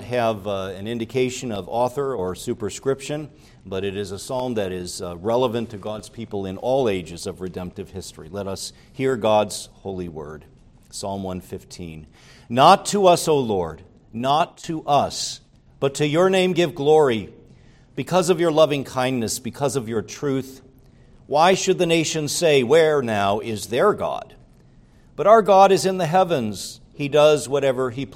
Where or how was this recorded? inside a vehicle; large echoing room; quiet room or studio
large echoing room